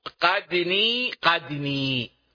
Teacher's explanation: بزيادة النون بعد الدال وإشباع الياء